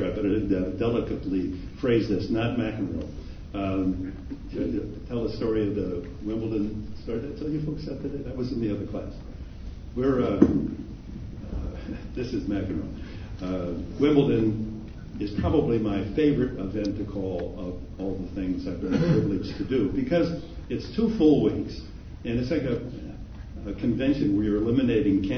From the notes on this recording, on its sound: A clip from the Axthelm Lecture. In the Marquette University Alumni Memorial Union.